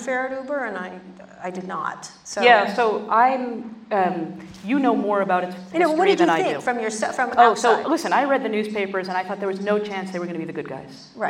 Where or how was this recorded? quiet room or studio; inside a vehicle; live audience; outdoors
live audience